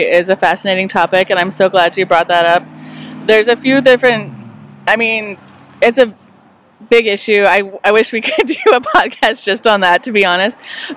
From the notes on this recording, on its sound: We were located outside the UTRGV Edinburg campus where Democrat … and Republican … were performing their one and only so-called “debate”.